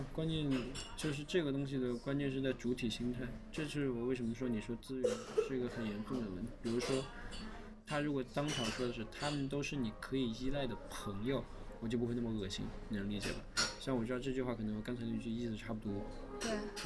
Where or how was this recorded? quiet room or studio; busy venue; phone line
busy venue